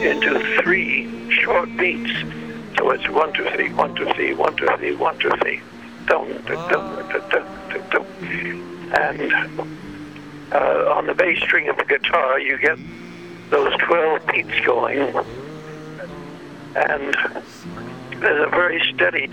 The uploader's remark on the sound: By phone. On his way to a performance.